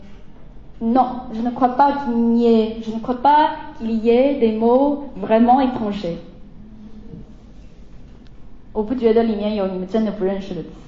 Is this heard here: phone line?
no